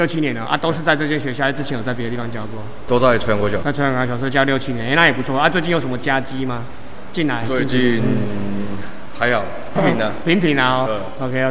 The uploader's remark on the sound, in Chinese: 本次錄音為開放空間，音質不佳或偶有雜訊，敬請見諒。